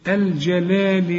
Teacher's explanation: بين اللام بتاعت الجلال واللام التانية في ألف صغيرة، عشان تمد اللام الأولى ألف كاملة